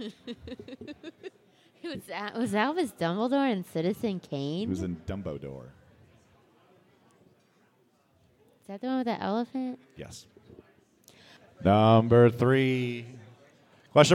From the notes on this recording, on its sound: The Quizfix Winter Spectacular Tournament Finals! Live from The Local 907 in Renton, WA.